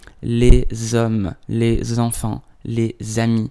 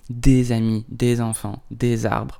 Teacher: But in French, you find the z coming up many times because of the liaison